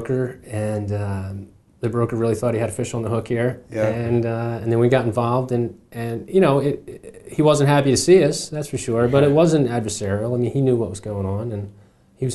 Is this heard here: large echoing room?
no